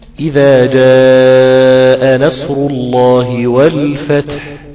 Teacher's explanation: الحروف السواكن قلنا بيتجلى فيها الصفة الذاتية، أو في السواكن الصفة الذاتية بتطلع أول الحرف، تبين للهمسة أوي هنا في حرف التاء لما تسكن. هتقول إذا جاء نصر الله والفتح، والفتح دي تاء. · Term: الحروف المهموسة